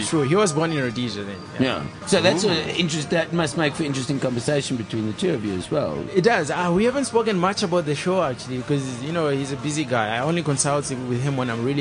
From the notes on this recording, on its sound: Live from the Lifestyle Home Garden.